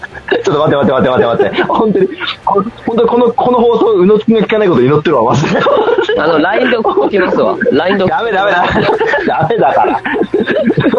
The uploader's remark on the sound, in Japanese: LINE電話での初めての収録について